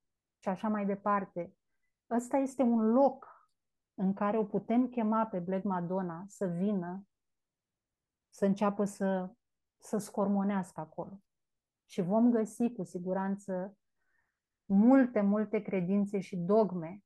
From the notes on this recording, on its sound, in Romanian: Cei peste 70 membri ai comunității SUUNA care au fost live pe zoom cu noi în această conversație.